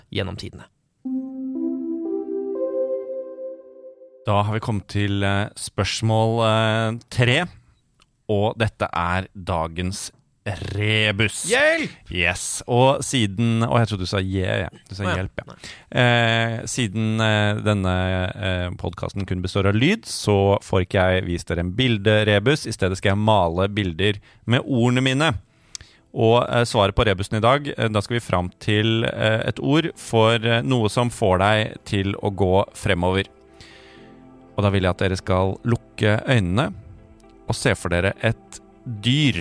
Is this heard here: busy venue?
no